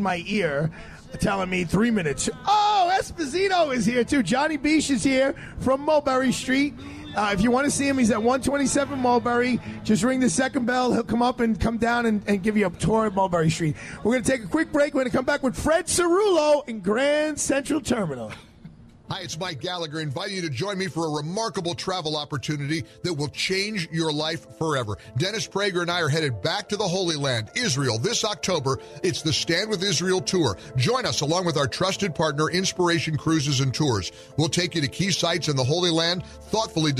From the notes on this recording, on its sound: Live Broadcast from Pershing Square New York City. Live Broadcast from Pershing Square New York City.